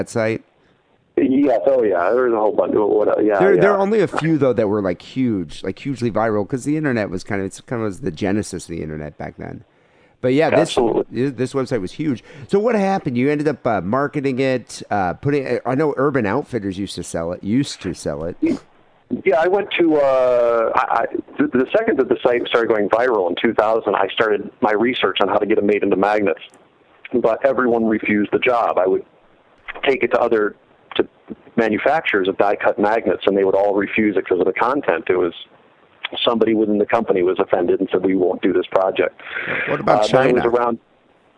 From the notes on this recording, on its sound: Phone calls.